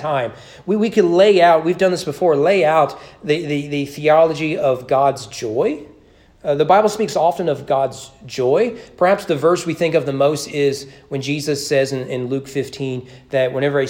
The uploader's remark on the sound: Sermon preached at East Frankfort Baptist Church on January 9, 2022 during evening worship.